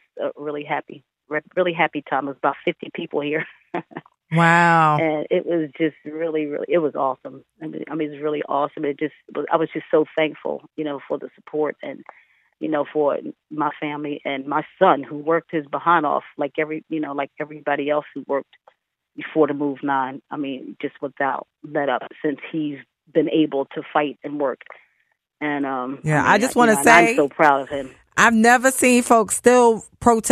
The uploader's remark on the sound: via phone